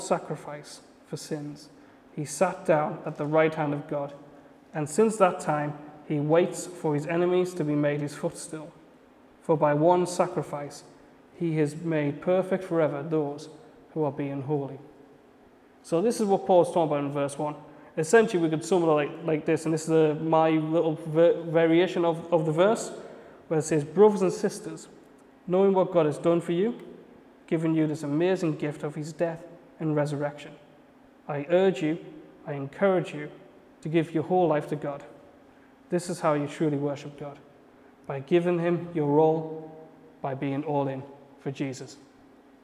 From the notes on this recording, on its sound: A message I preached at Bethany City Church at their Rise youth and young adults service.